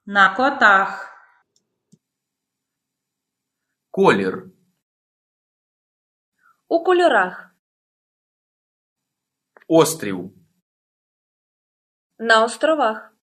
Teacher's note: Stress shifts to the last syllable. · Term: Stress pattern B